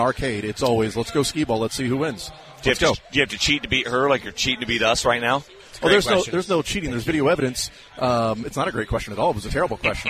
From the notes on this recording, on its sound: The Zone continues broadcasting live from the KC Golf Show.